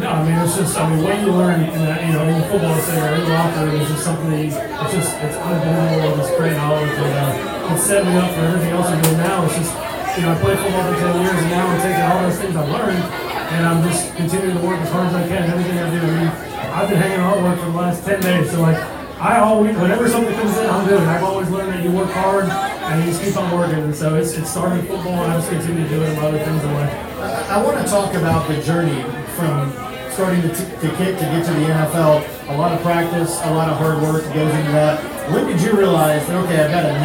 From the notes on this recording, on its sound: BROADCAST LIVE from WRIGHTSVILLE BEACH and JIMMY'S. The NORTH CAROLINA SPORTS NETWORK and NC PORK present the OLD NORTH STATE TAILGATE & Traveling Sports Circus.